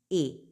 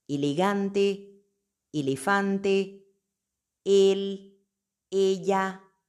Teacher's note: Siempre un sonido cerrado, nunca E. Por ejemplo, elegante, elefante, él, ella.